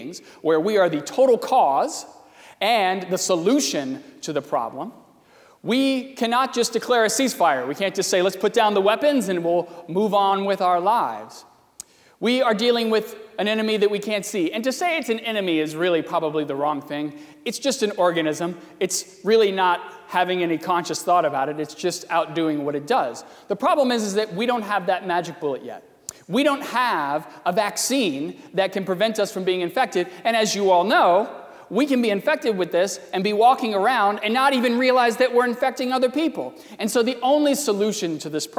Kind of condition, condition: setting, large echoing room